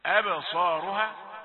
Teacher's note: الصاد مفخمة درجة أولى لأن بعدها ألف